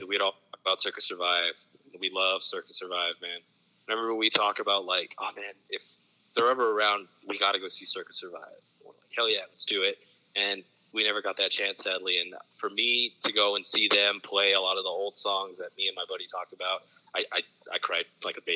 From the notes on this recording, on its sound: On the Phone.